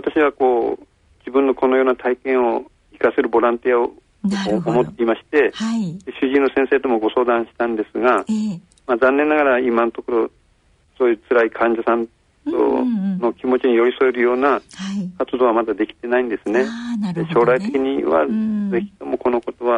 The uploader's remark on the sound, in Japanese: 受賞者への電話インタビュー。